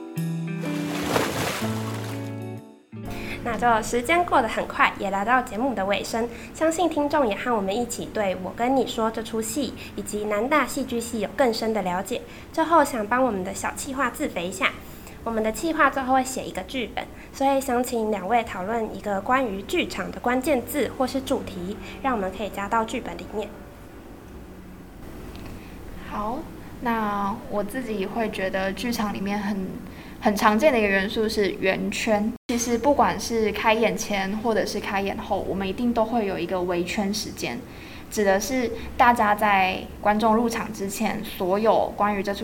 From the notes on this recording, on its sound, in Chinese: 由於場地問題，這次雜音比較明顯